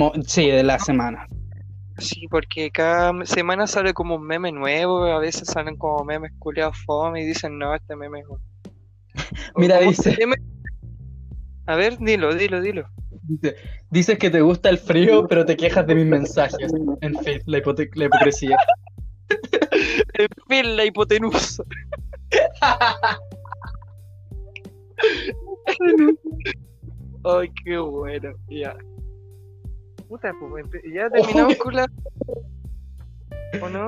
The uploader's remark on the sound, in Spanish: Perdón por la mala conexión.